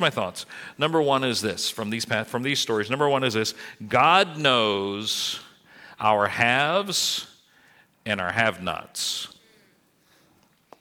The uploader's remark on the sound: This message was recorded at New Covenant Church on January 22, 2023.